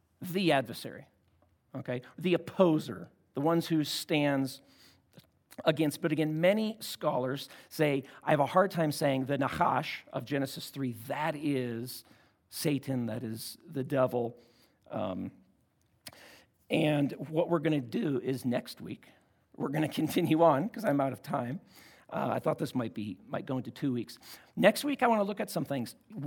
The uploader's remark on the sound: at Timberline Church - Audio